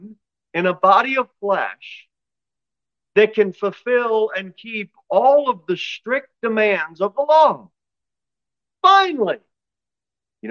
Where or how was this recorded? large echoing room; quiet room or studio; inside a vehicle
large echoing room